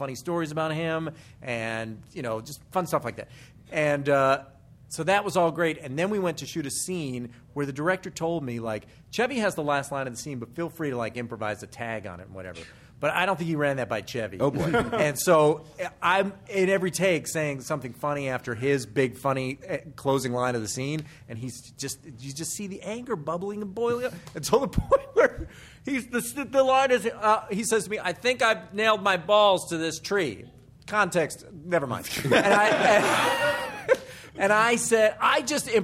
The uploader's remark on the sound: Live at #PCAT16